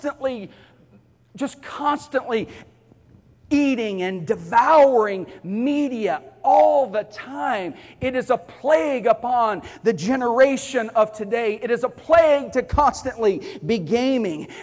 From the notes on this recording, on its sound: Sunday morning service